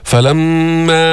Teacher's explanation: فلما منجيب الشدة واضحة، الغنة من الخيشوم في الميم المشددة